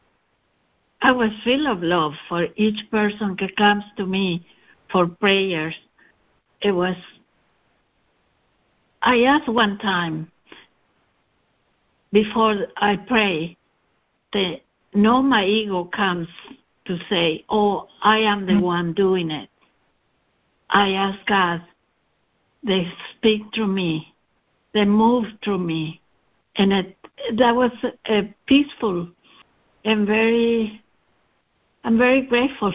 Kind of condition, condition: link, phone line